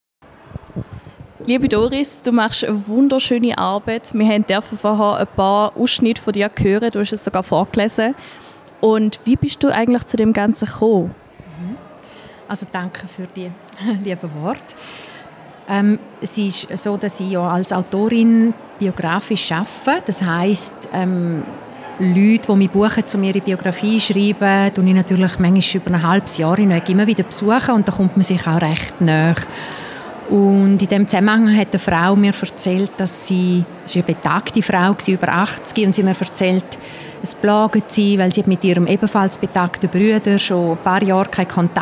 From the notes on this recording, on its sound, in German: Campus Radio Liechtenstein war live bei der Eröffnung der Wanderausstellung zum Thema "Leben und Lebensende" auf dem Peter-Kaiser-Platz dabei.